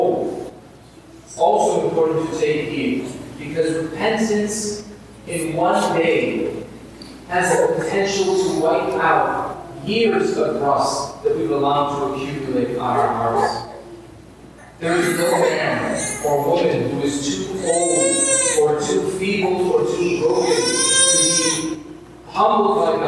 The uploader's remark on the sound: Please forgive the poor quality of the audio.